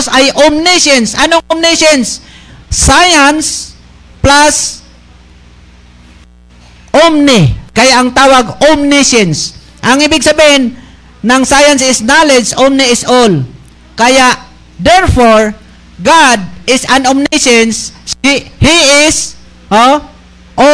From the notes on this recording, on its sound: LIVE SUNDAY SERVICE OF MISSIONARY BAPTIST CHURCH POLANGUI. FB LIVE NG BEST105FM INTERNET TV INTERNET RADIO BROADCASTING.